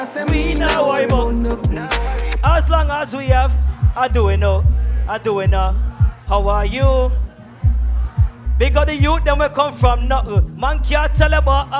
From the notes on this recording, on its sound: Bday Party LIVE AUDIO 8/29/2021